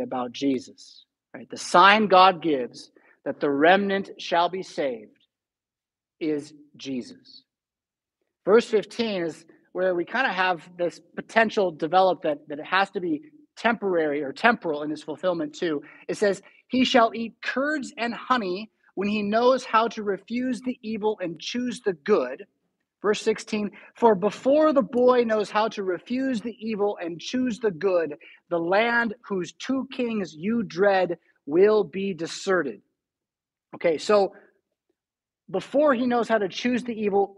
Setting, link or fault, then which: setting, large echoing room